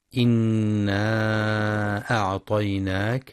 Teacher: ينتبه القارئ لغنة النون المشددة في إنا وللمد المنفصل إنا أعطيناك، حيث يمد 4 أو 5 حركات، كما يراعى ترقيق الهمزة في أعطيناك.